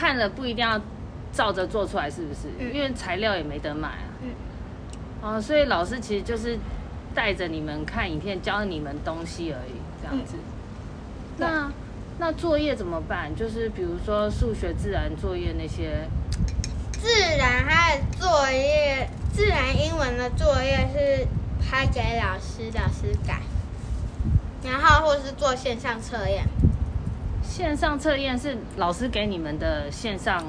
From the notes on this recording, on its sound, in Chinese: 本集頂樓風大收音。來到樓頂偽野餐。